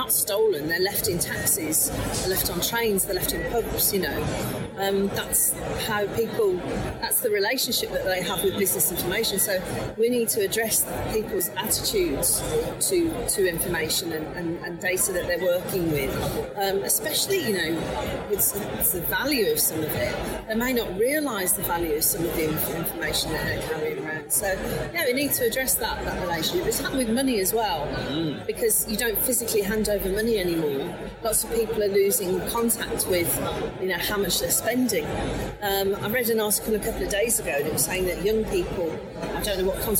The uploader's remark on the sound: Live from The Security Event | Birmingham. This week we’ve been out in the wild where we recorded the show live from The Security Event, a physical event held in Birmingham, UK. Interviews recorded on location.